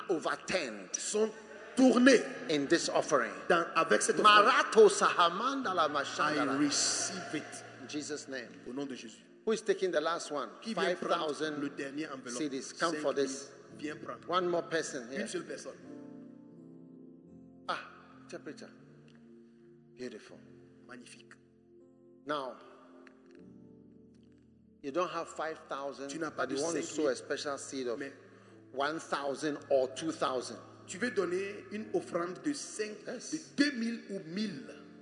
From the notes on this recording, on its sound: Preached at The Spirit Entered Into Me Conference, from 2nd November to 5th November, 2021 at The Qodesh, Accra-Ghana